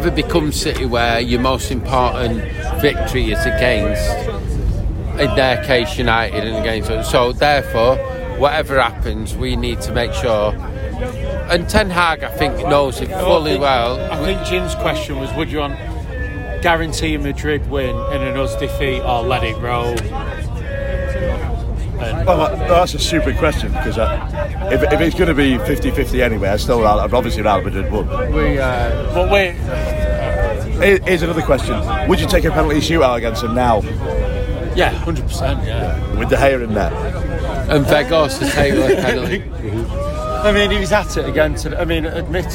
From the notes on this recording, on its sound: From Brighton away. With travelling Reds, Brighton fans and recording from the away end as United lose yet again away to a decent side.